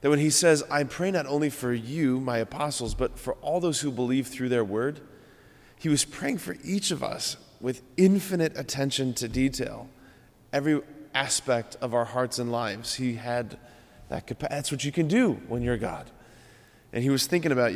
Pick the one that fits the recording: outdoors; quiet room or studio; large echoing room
large echoing room